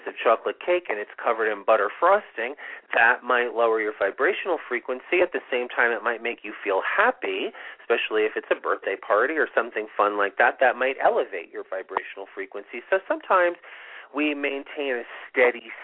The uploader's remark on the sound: It's a call in show!